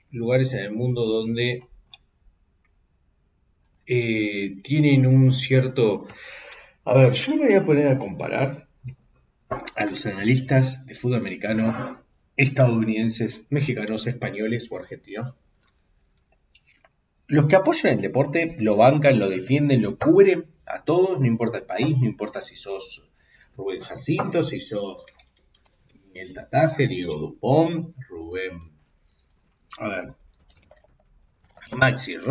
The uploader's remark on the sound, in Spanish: reacciones en vivo dentro de una lata porque no se prendió el micro